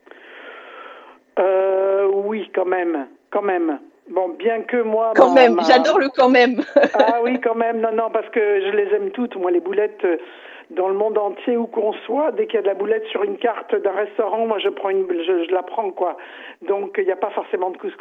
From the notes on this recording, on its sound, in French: Et par téléphone